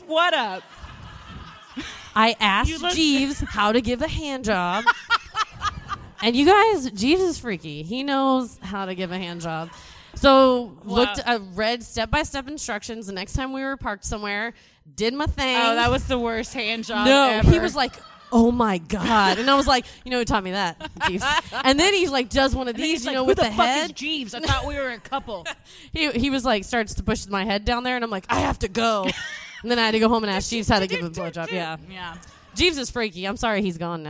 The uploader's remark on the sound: (LIVE SHOW)